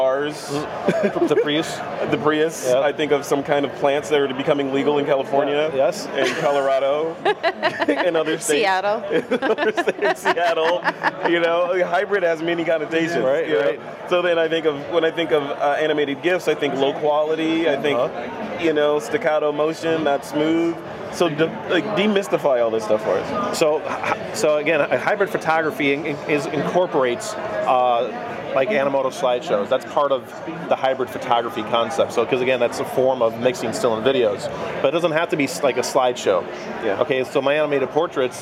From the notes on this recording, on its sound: A special episode of TWiP recorded live on the show floor of WPPI in the Panasonic booth.